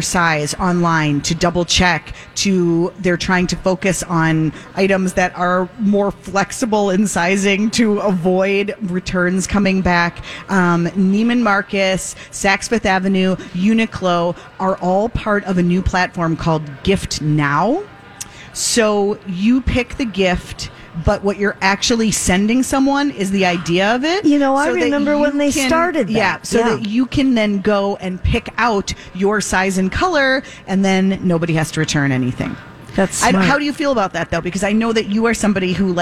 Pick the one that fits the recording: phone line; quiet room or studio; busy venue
busy venue